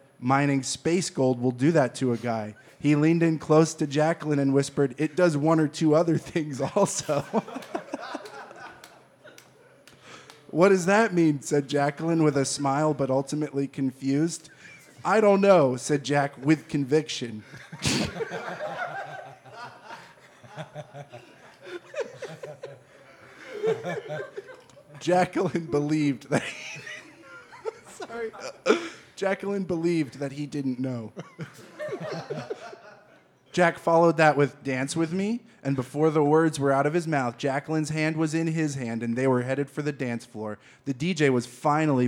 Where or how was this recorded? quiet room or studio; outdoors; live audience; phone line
live audience